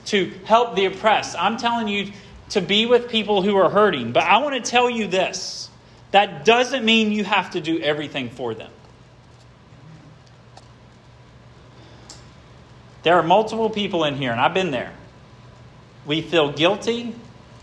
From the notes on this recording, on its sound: This sermon was preached at Hope Fellowship.